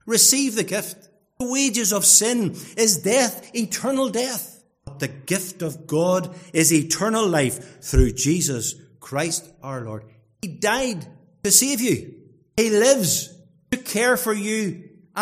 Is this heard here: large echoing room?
yes